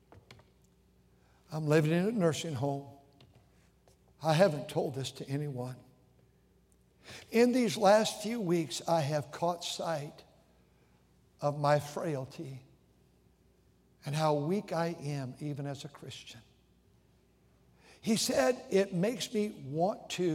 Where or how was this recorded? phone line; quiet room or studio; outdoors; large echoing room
large echoing room